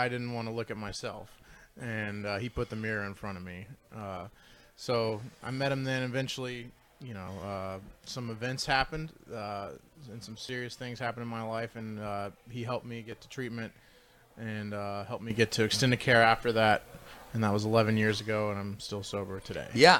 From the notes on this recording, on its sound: Live at Casa